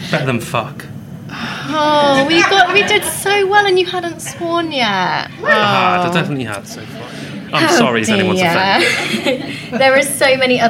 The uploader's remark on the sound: Our first ever live show! In front of an actual live audience! We had a blast at CrimeCon.